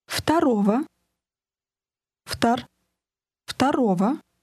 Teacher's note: Of the second begins with an FT sound, as in the middle of the phrase half turn.